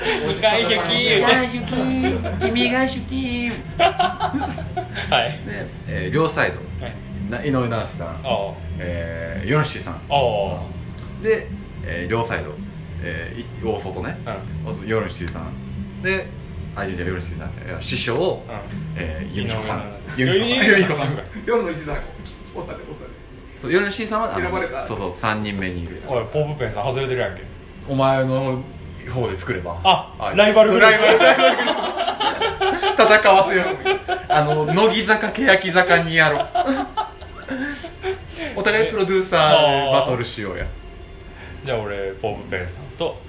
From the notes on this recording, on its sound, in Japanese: 1周年記念オフ会。ネオ五条楽園花見大会が雨天によりオフ会に変更となったため、カラオケにてツイキャスと同時進行で収録も実施！カラオケなので雑音多め。